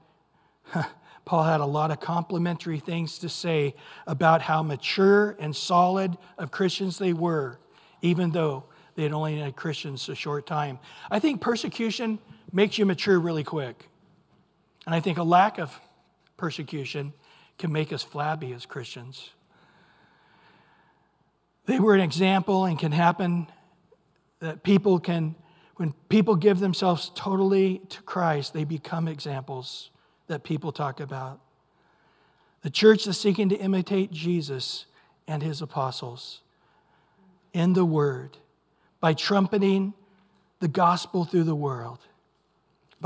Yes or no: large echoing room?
yes